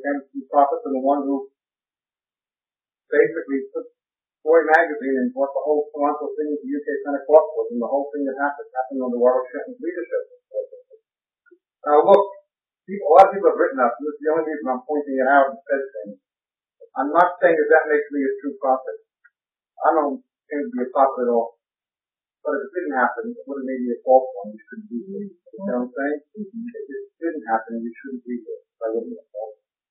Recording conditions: poor sound quality